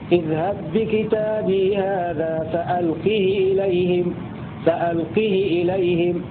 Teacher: قرأ بكسر الهاء بدون صلة قالون قولا واحدا، ويشترك معه هشام في أحد وجهيه، فيقرأ قالون وهشام هكذا: اذهب بكتابي هذا فألقه إليهم، فألقه إليهم، بالكسر مع القصر.